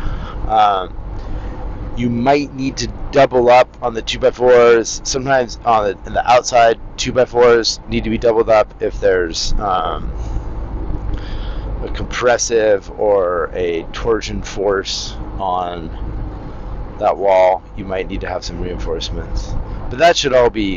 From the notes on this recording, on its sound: now I'm back to rambling in my car